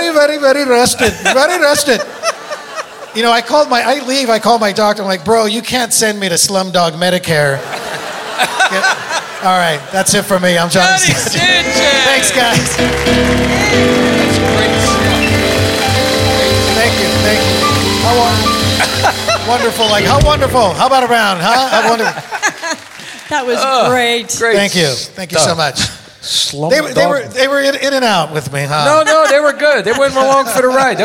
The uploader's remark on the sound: Live at the SouthPoint Casino